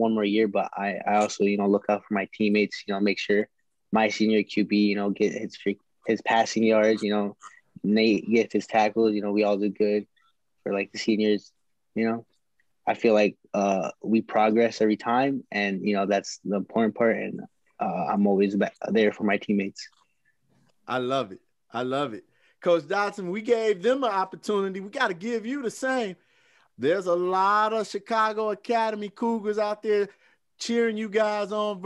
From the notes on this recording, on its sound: Our Version Of A Virtual Press Conference With Post-Game Interviews With Coaches And Players From Games Played This Week From Around The "Chicago Public League".